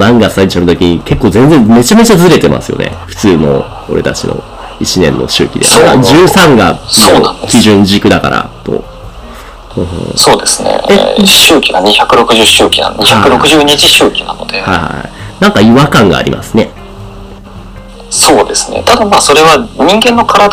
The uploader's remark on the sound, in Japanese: 今回機材トラブルで音割れが発生しております。